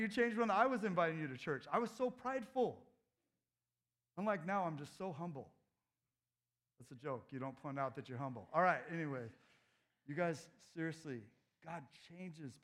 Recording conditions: large echoing room